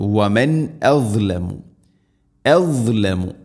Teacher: സാകിന നൂന് ശേഷം ഹംസ ഇസ്ഹാർ വെളിവാക്കി ഉച്ചരിക്കണം.